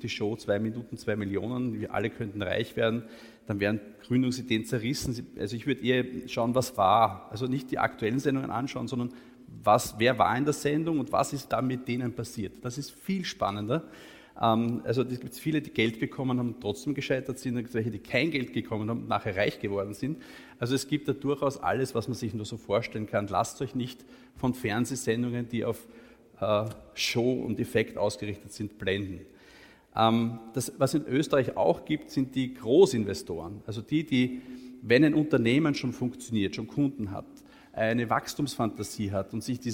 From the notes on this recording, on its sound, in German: Die Folge entstand vor Livepublikum im Palais Eschenbach.